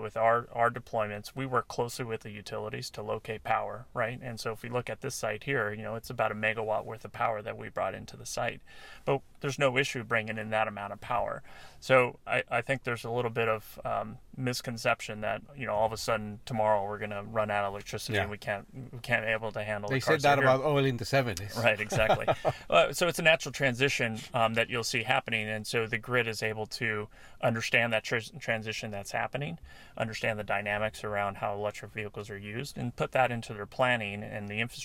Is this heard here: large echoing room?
no